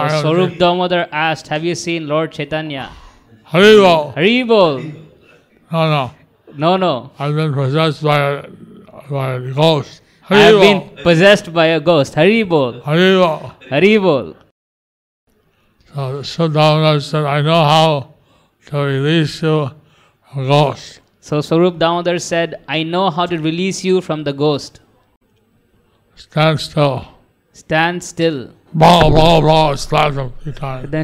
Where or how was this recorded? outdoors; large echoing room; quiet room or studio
large echoing room